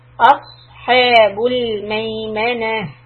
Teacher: حَ is soft, so you need to flatten the back of the tongue and make it straight.